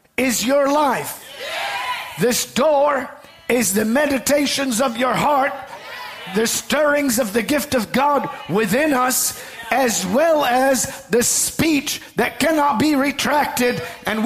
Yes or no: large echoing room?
yes